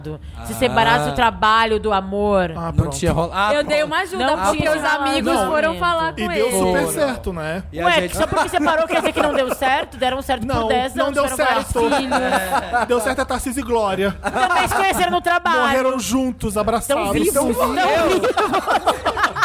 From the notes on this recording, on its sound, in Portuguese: Gravado ao vivo na Festa VHS!